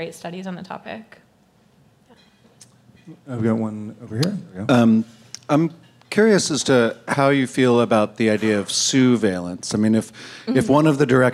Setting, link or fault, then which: setting, busy venue